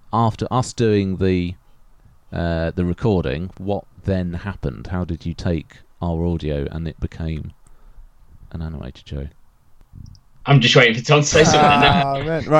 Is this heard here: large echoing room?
no